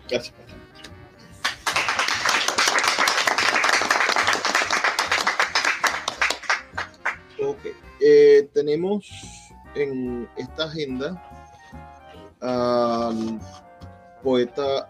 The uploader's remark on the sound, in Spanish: fragmentos del acto de instalación de la novena edición del Festival de Poesía de Maracaibo que se realizó el 6 de septiembre de 2023 en el Teatro Baralt de Maracaibo